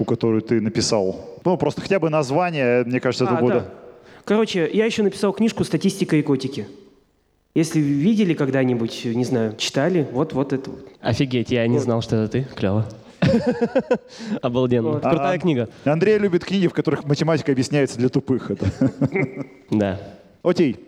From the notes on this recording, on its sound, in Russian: Мы записали этот сезон в рамках встречи с абитуриентами 24 июля. Из-за пандемии всех-всех позвать мы не могли.